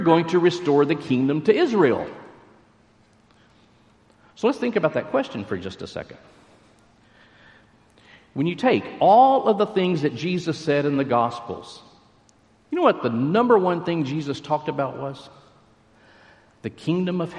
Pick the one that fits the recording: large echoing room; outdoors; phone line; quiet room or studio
large echoing room